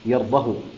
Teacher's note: كلمة يرضى، يقرأها بضم الهاء دون صلة